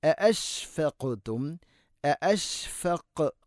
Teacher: തൊണ്ടയുടെ താഴെ ഭാഗമാണ് ഹംസയുടെ മഖ്റജ്